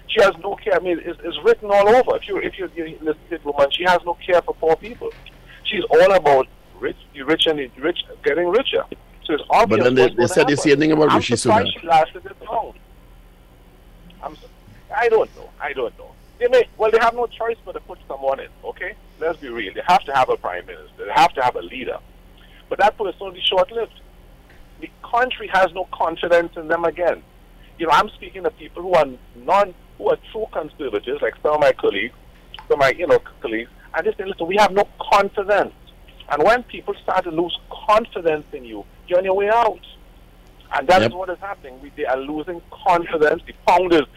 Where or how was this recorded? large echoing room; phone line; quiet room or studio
phone line